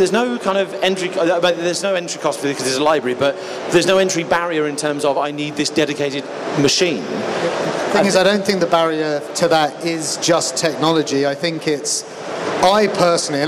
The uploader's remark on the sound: Recorded live from the show floor of EGX 2019.